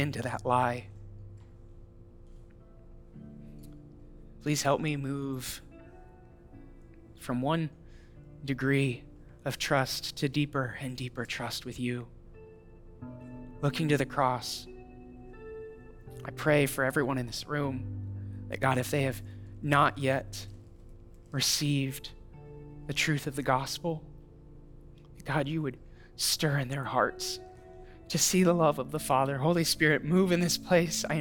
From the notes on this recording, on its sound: audio from New City Church in Champaign-Urbana, IL